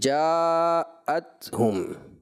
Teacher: حمزہ واضح ہوگا، تحقیق کے ساتھ اس کو پڑھیں گے